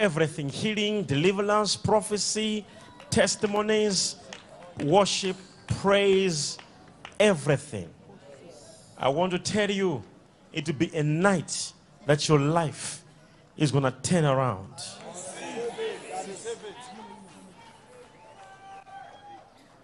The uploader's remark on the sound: SUNDAY LIVE SERVICE | 21/05/17| ECG CHURCH